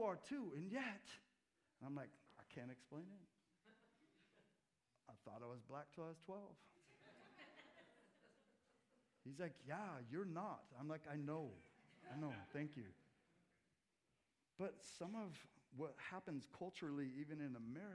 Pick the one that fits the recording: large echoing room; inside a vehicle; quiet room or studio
large echoing room